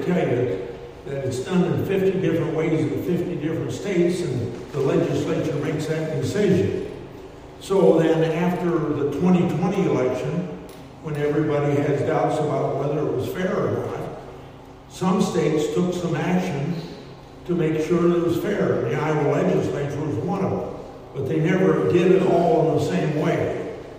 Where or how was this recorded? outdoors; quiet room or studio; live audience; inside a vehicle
live audience